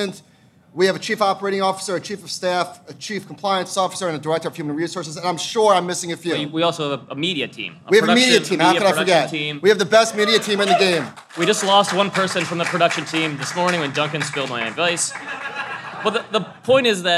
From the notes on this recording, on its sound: are live at Future Proof!